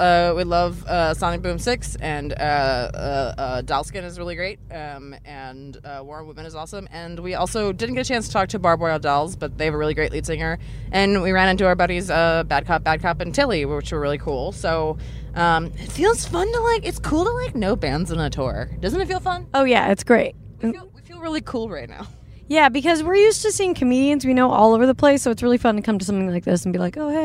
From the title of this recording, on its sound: Live from Warped Tour!